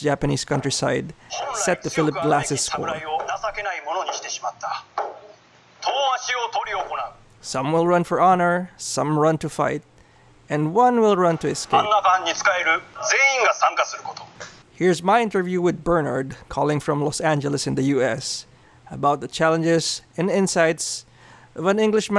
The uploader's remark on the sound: so I got on the phone